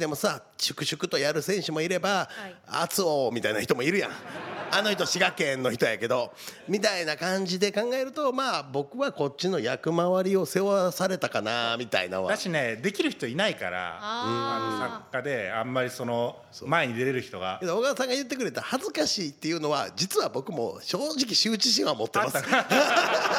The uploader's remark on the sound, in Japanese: 公開収録回